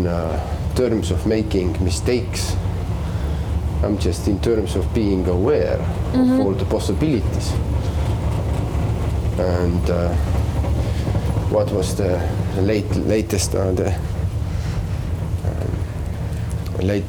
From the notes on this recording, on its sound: On their way to the Biennial of audiovisual arts Aavistus talk about care while walking around the ferry Tallinn-Helsinki.